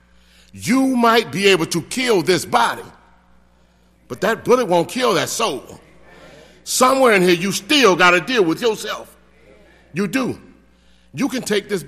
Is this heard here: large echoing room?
yes